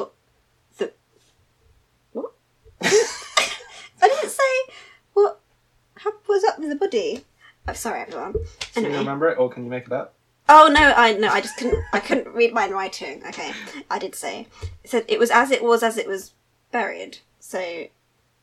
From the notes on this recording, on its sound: Our sound quality isn't the best right now...